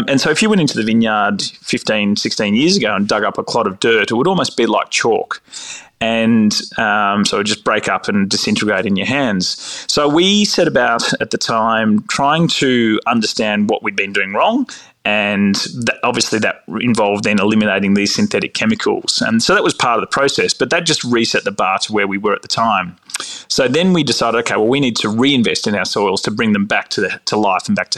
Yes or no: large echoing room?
no